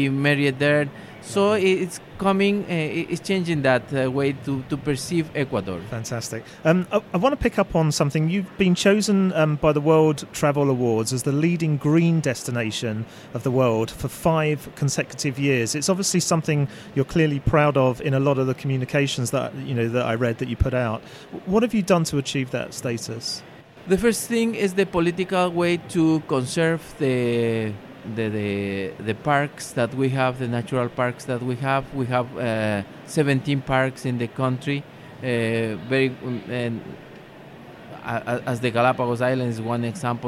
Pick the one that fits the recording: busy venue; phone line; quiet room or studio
busy venue